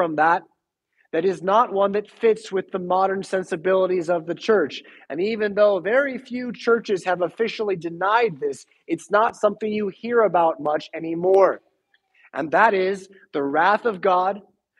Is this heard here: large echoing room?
yes